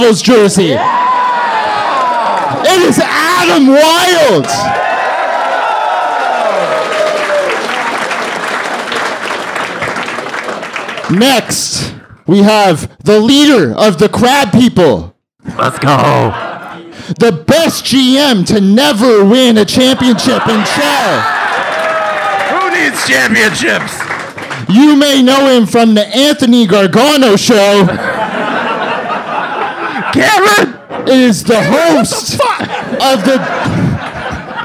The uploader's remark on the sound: Live from The Mansion in Kingston, Ontario! They take questions from the audience.